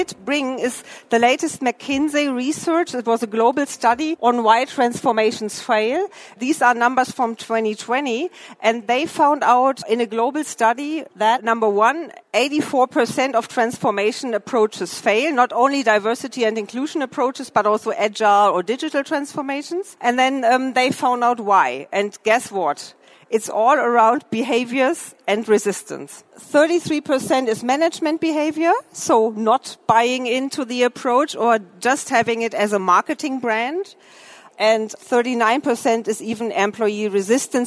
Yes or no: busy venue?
yes